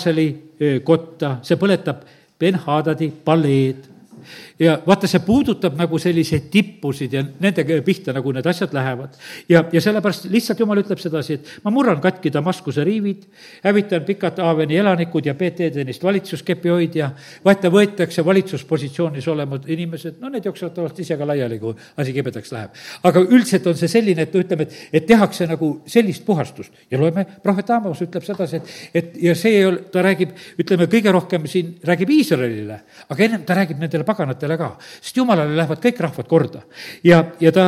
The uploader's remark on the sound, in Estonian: Audio salvestus koosolekult